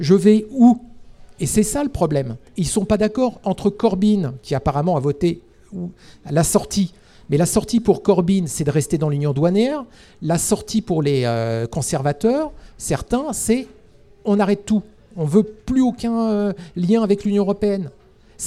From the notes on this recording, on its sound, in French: On en a parler autour d’un verre avec un public à l’image de la communauté : des expats, des exexpats, français et étrangers lors d’une nouvelle soirée Live. Merci à l’hôtel Renaissance Arc de Triomphe.